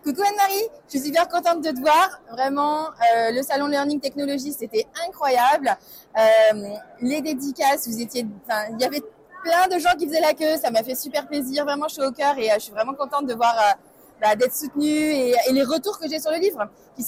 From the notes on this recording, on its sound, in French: Des témoignages de professionnels du Learning, enregistrés en live, tout au long de l'épisode.